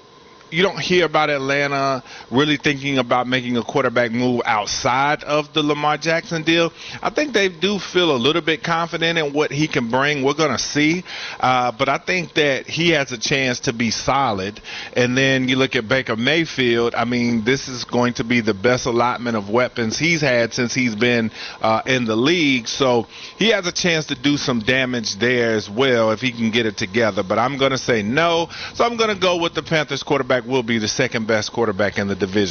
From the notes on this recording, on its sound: Live from the Spectrum Center.